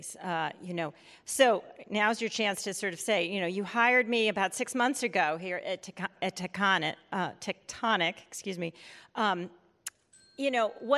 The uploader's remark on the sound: In this fireside chat recorded at CMO Summit 2022.